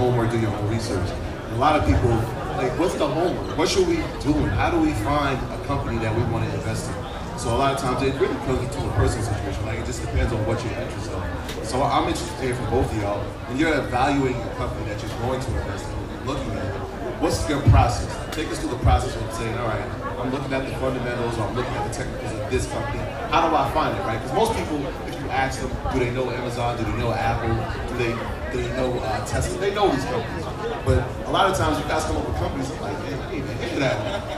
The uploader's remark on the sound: Live from South by South West 2022. Live Sounds from SxSW 2022!